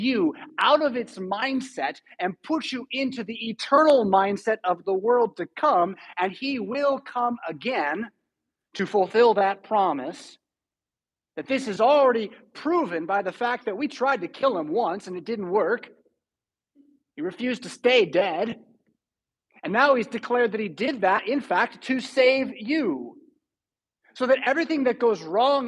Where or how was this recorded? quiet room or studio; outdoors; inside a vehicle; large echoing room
large echoing room